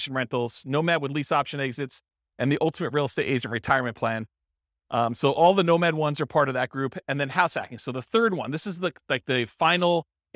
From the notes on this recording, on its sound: Sterling Heights, Michigan. This was a live class recorded.